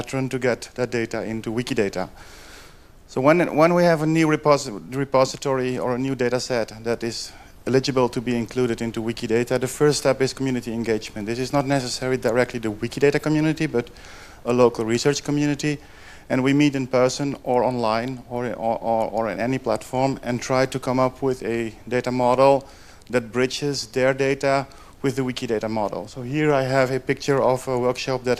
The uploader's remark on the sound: After all the talks, we have a little panel discussion with all presenters. During the panel discussion, the audience is invited to ask questions, share ideas, or connect to other initiatives. Wikidatacon2019.